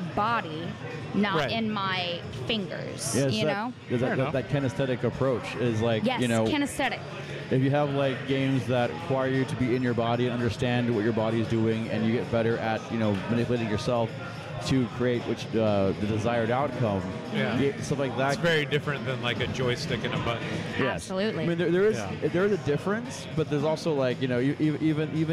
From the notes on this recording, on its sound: live from the floor of Free Play Denton